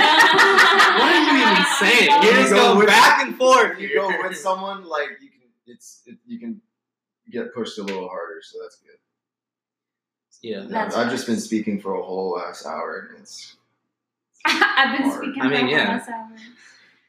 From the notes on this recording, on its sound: sorry for poor sound quality